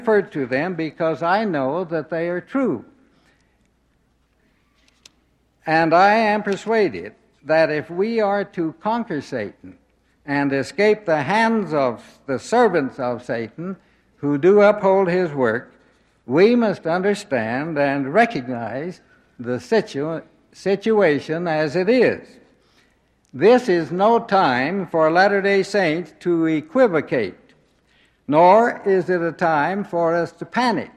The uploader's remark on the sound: Address delivered at general conference Saturday afternoon, April 3, 1971